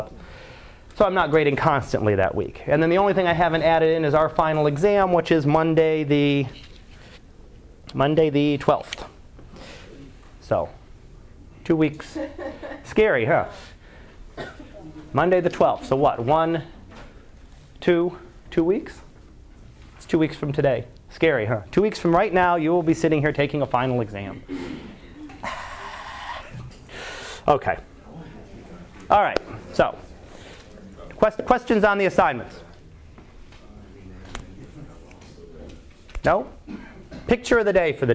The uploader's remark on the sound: Live Class Lecture